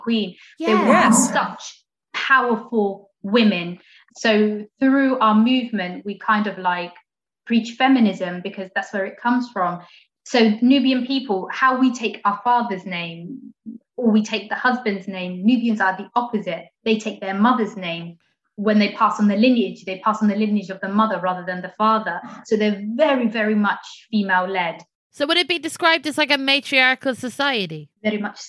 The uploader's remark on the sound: Recorded 7 July 2021 via Zoom